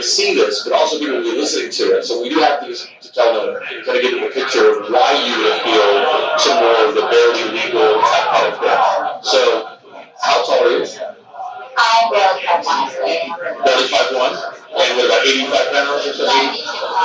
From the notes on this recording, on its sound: Recorded in Las Vegas at the AVN Expo &#38; Awards 2016 at the Hard Rock Hotel &#38; Casino. Recorded in Las Vegas at the AVN Expo & Awards 2016 at the Hard Rock Hotel & Casino.